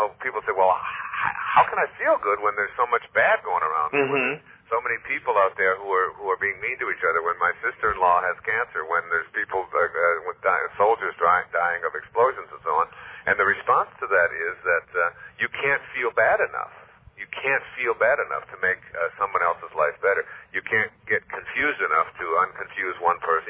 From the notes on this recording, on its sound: this phone interview